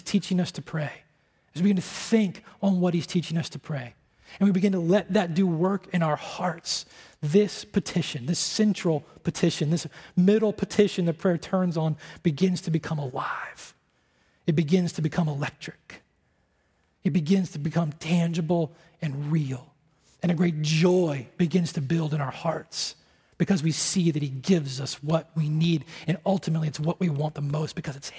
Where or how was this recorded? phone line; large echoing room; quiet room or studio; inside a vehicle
large echoing room